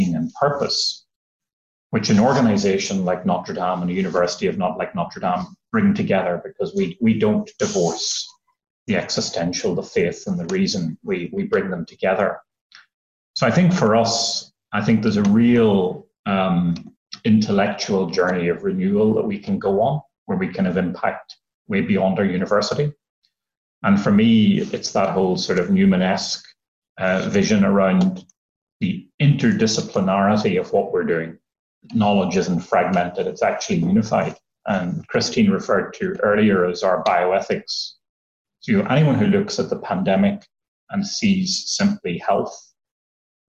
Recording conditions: video call